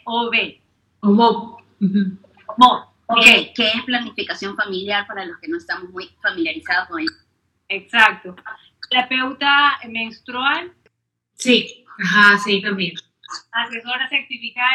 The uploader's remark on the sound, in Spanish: En vivo. Disculpen la calidad del audio.